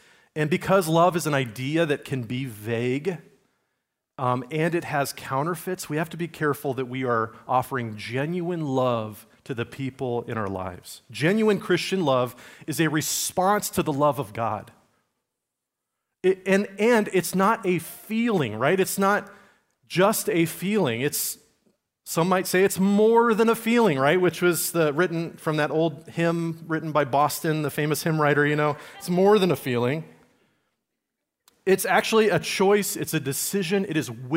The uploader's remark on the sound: Message recorded at Liferoads Church in Spokane, Washington, on Sunday, October 8, 2023.